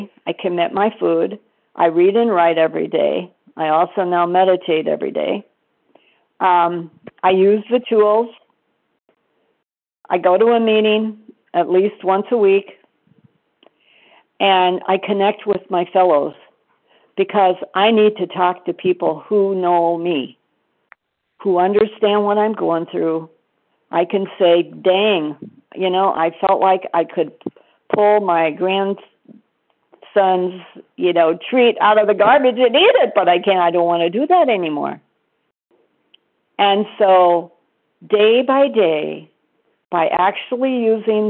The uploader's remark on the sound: 100 Pounders Phone Meeting